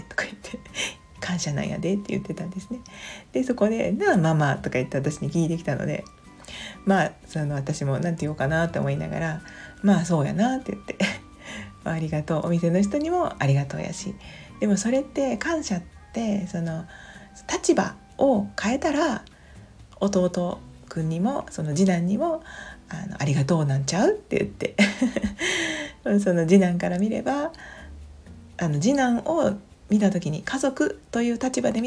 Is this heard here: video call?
no